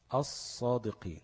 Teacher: الصادقين، أص مش ال، لا، أص مفيش لام، قلبت لصاد وادغمت الصاد في الصاد